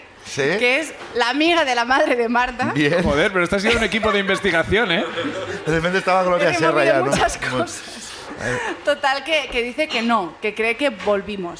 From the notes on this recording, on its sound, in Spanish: El público también sube a contarnos.